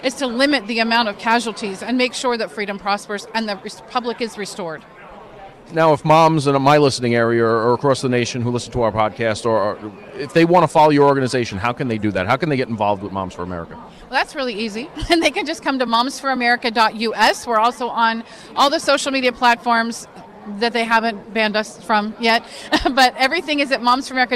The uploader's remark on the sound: doing his show live at CPAC